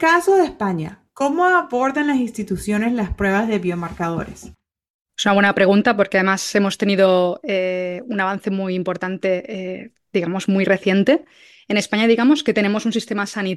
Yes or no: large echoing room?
no